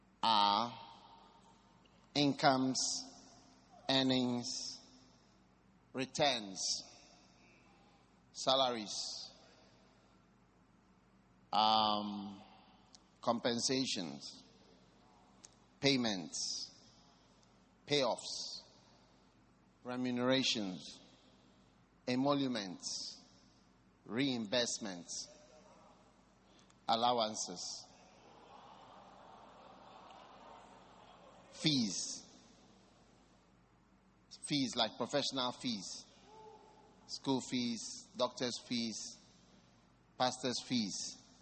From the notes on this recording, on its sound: Preached at the 'Q4 Easter Convention' at The Qodesh.